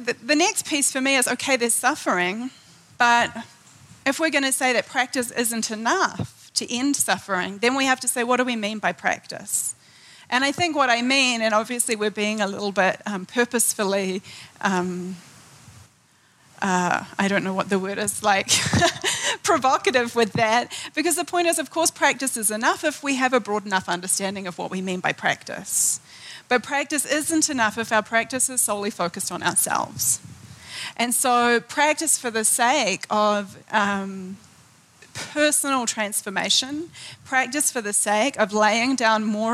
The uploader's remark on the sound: In this episode taken from the 2013 Buddhist Geeks Conference